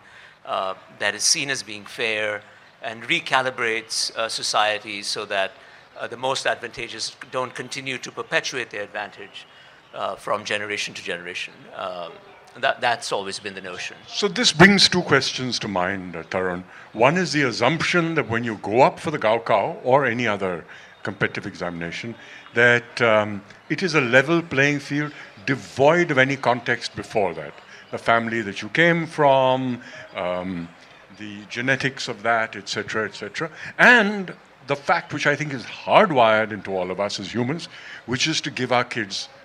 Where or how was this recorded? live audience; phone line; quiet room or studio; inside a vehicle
live audience